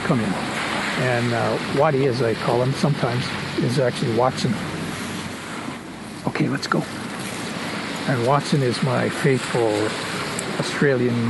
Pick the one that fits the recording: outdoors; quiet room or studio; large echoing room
outdoors